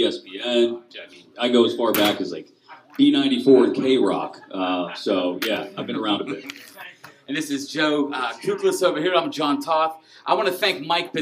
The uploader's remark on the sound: LIVE at Lucky's 13 Bar and Grille